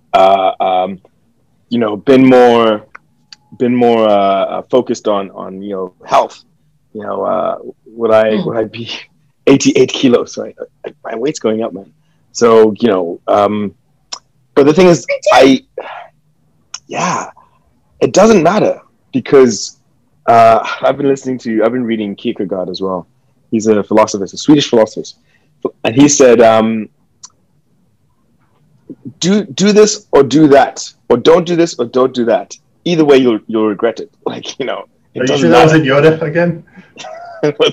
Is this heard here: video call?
yes